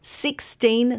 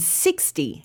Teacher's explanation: remember that the teen in 16 is stressed and the T in 60 isn't